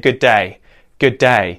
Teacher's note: It's the second syllable that's getting really emphasized. G'day, g'day, d-dun, d-dun, g'day, g'day.